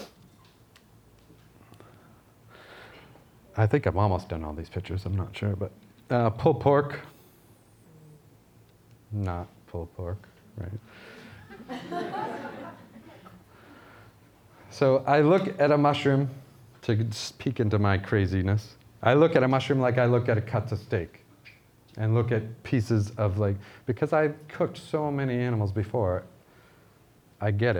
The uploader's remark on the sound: This was recorded at Vevolution Topics: Food Innovation 2018.